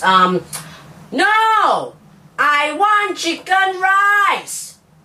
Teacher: we can hold on to the ending syllable of the last word longer to express a greater annoyance